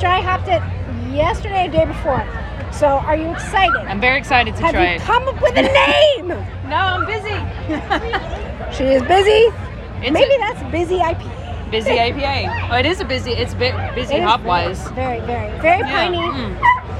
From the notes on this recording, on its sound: The live report from Sanford, Florida’s annual Pints N Paws festival.